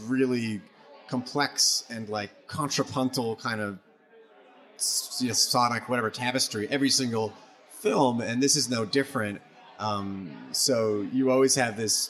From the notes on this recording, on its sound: True/False Film Fest 2020. This was recorded before a live audience at Cafe Berlin.